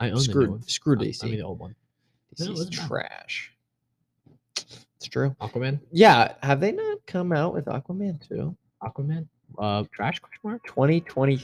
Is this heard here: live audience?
no